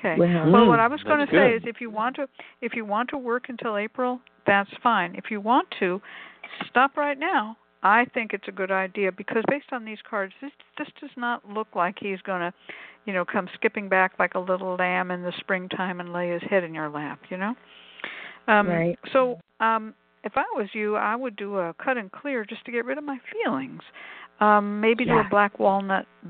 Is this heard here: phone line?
yes